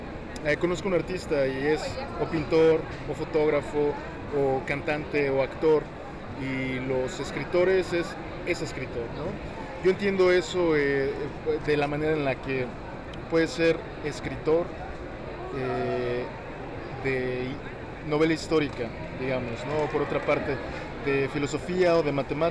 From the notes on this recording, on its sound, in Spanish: escucha nuestra entrevista con el autor en la FIL 2022